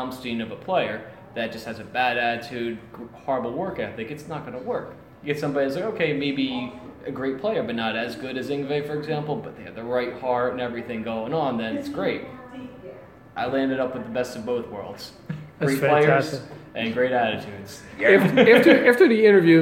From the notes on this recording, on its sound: during a rehearsal session at Champs in Trenton NJ